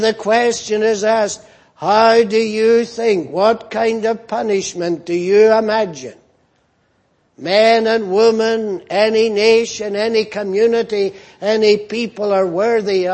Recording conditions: large echoing room